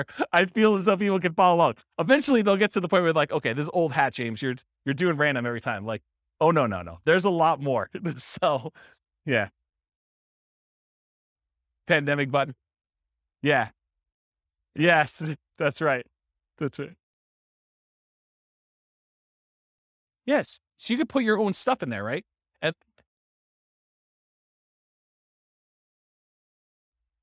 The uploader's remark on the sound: This was a live class recorded